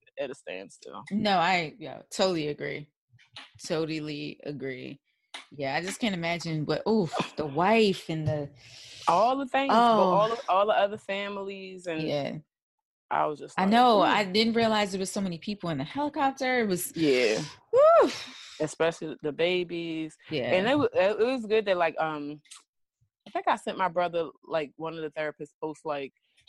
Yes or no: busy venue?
no